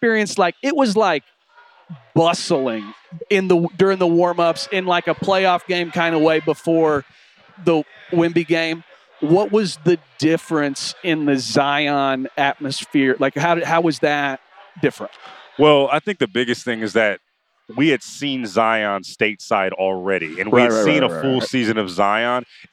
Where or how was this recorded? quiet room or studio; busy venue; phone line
busy venue